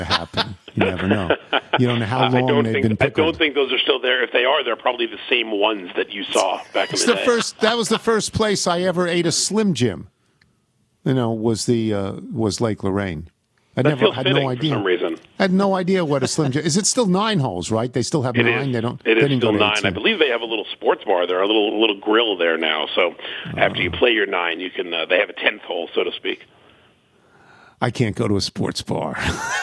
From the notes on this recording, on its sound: Calls in from England. Phones.